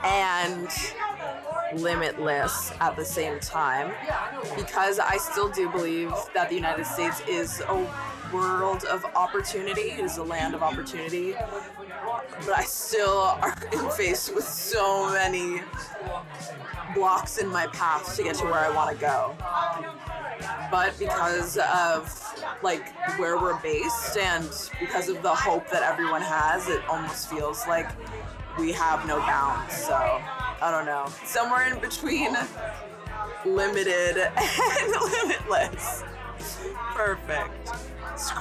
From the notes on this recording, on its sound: The audio is raw, and there is some background noise